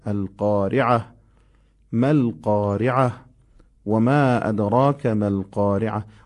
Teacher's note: تای گردی که در انتهای قارعه هست باید در هنگام وقف تبدیل به هاء بشه